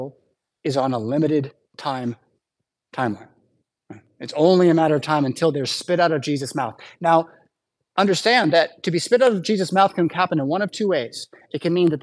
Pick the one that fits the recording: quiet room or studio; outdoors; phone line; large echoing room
large echoing room